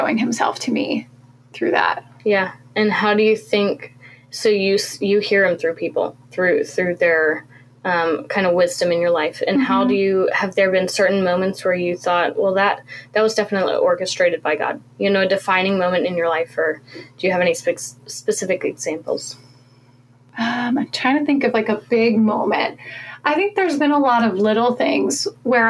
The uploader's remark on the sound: These episodes were recorded several years ago for a different podcast. Audio quality is subpar. I knew nothing about recording/editing audio when I started.